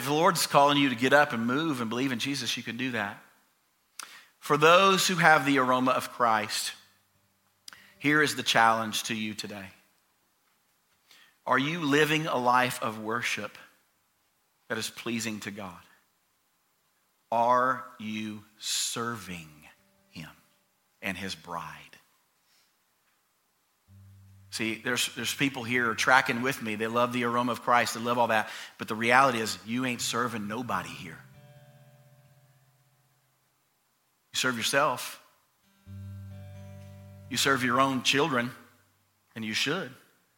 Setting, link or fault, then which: setting, large echoing room